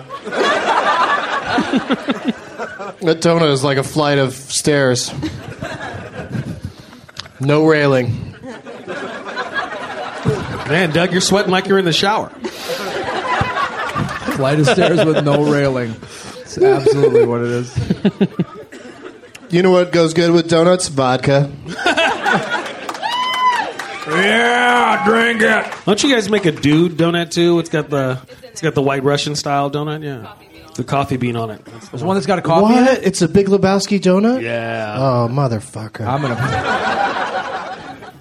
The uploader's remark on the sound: Recorded live at The Punch Line in Sacramento, California on January 16th, 2012.